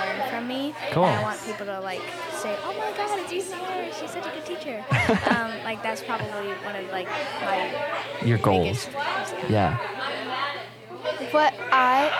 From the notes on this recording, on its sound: As we join Virtues in Motion for their pre-competition live and digital event. We did our best to cut out as much background noise as possible.